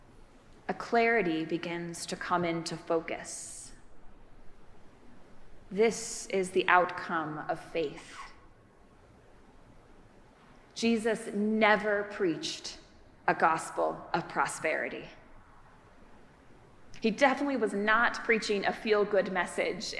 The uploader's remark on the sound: Preached at our celebration of the Holy Eucharist on the Tenth Sunday after Pentecost.